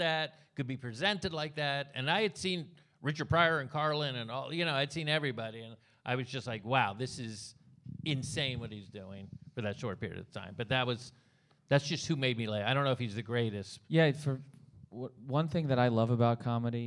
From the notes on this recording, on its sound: Recorded Live at Dynasty Typewriter at the Hayworth in Los Angeles. For a special live episode of The History of Standup.